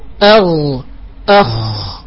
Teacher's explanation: إذن أدناه غين خاؤها، أي يخرج من أدنى الحلق حرف الغين والخاء